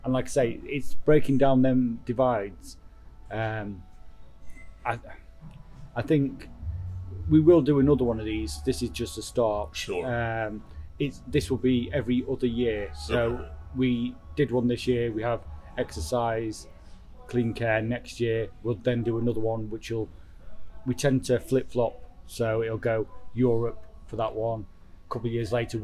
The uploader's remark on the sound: The conversation took place in a Knoxville coffee shop, so there is some coffee-related background noise.